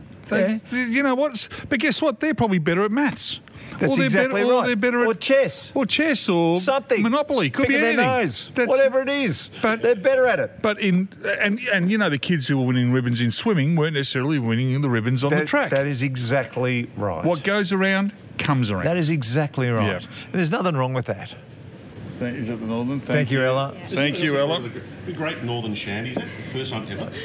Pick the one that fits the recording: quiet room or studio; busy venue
busy venue